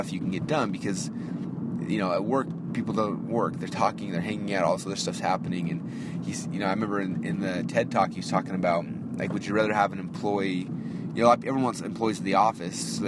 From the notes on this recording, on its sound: A very late-night “Marketing in Your Car”. Now I am driving back home to go get some sleep.